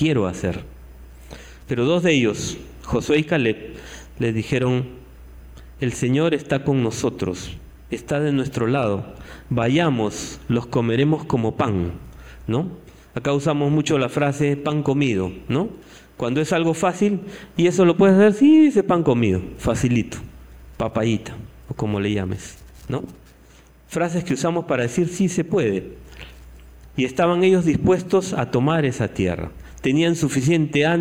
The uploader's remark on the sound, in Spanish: Este podcast es la retransmisión de la reunión de iCafe de cada domingo